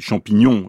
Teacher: La dernière syllabe est plus forte.